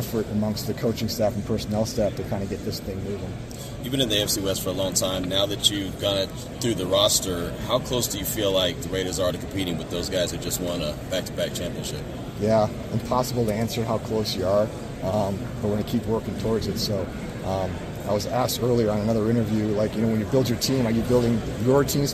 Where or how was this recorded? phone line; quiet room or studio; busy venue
busy venue